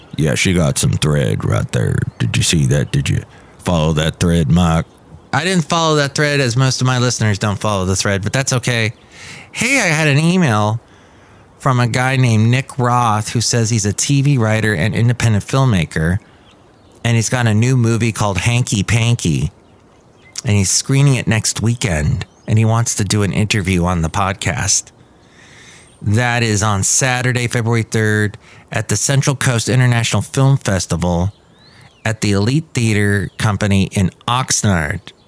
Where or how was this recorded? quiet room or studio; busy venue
busy venue